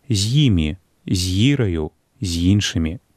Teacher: Ведаючы пра ёд на пачатку слова, мы не памылімся пры вымаўленні гукаў на слоўным стыку. Ёд змякчае папярэдні зычны